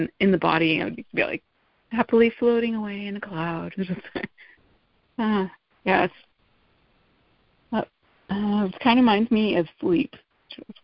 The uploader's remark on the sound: Lead at MAWPM's "Saturday Night Live" meeting. MA Meetings by Phone.